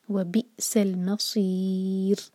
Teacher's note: صاد heavy ہے اور رو پر ہم رکیں گے تو رو ساکن کریں گے، اور رو سے پہلے یا ہے تو رو ساکن کو ہم باریک پڑھیں گے